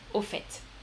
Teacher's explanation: c'est intéressant qu'on prononce le T final